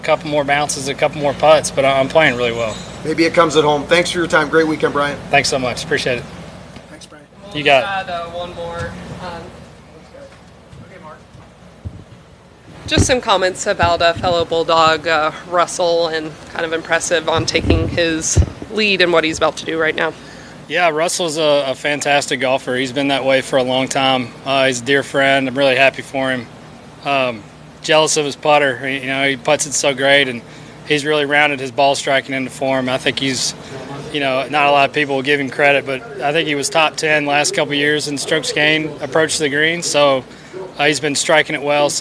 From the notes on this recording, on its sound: "LIVE" Interviews From Mayakoba, Mexico at The World Wide Technology Championship